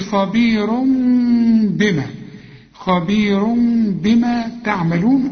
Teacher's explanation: التنوين إلى ميم واخفيه لأنه بعده باء وما تضم شفايفك · Term: إقلاب